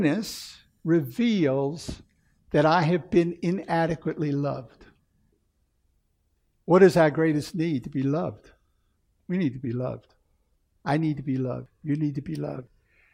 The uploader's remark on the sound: Recorded 3/5/2016 at Camelback Bible Church